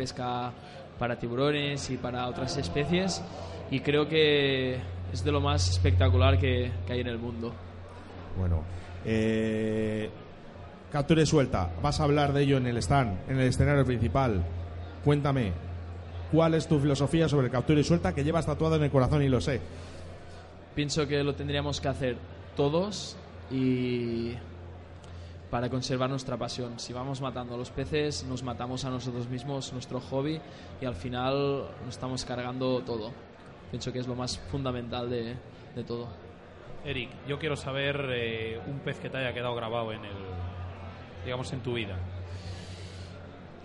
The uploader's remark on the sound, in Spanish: desde Carpmadrid en Directo